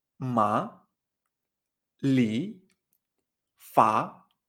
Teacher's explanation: Vale, pues así es como nos acordaremos de este segundo tono, como si dijéramos, no, ma, ¿vale? Entonces hay que fijarse que siempre es ascendente el sonido.